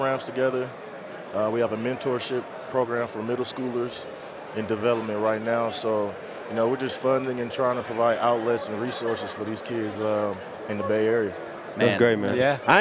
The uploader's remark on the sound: LIVE from Super Bowl Radio Row